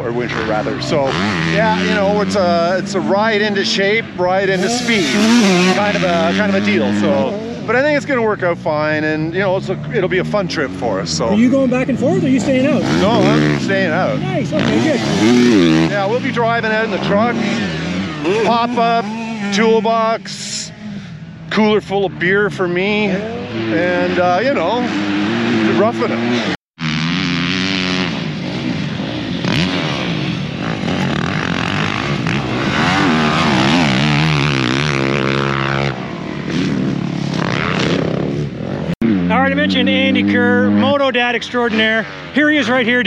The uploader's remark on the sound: Walk and Talk - Vision Built Track. As they put in motos at Vision Built Tracks outside Putnam, Ontario, Canada.